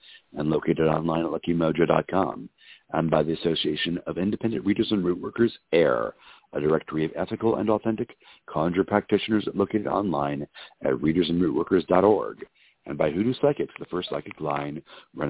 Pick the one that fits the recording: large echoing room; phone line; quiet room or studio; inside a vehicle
phone line